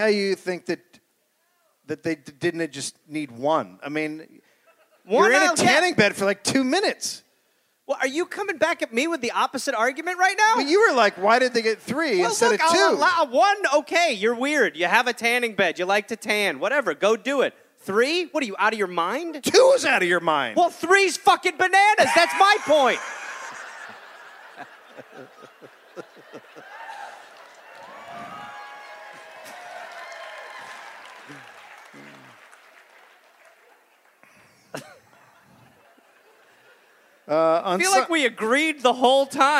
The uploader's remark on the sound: Recorded live in Durham, NC.